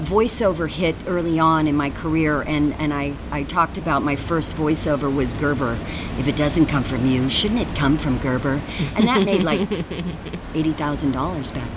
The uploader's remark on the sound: Chats live from Adelaide Fringe 2019. Chats live from Adelaide Fringe 2019. LIVE at the Adelaide Fringe Festival.